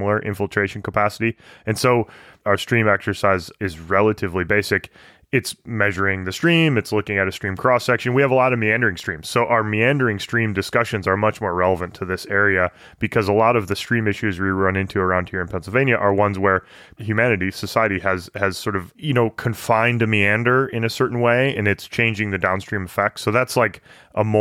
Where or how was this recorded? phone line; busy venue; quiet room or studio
quiet room or studio